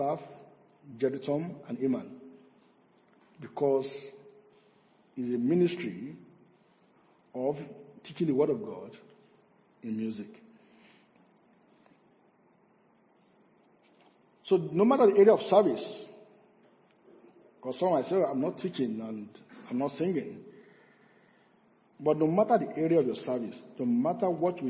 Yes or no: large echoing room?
yes